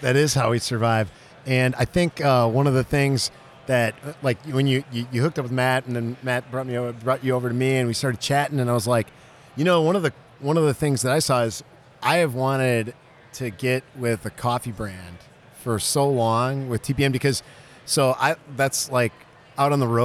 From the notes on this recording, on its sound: live from TPNx